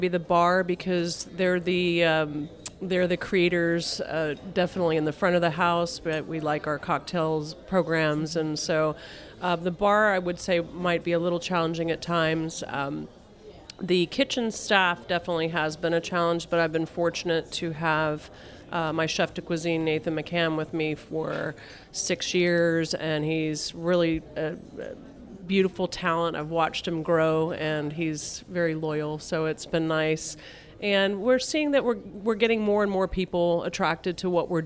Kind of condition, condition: setting, busy venue